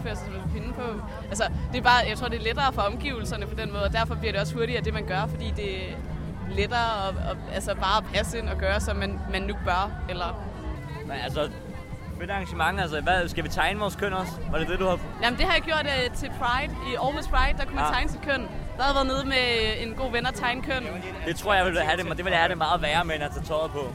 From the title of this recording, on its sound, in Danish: Reportage fra KVINFOs ‘Er du køn?’ workshop på Roskilde Festival 2017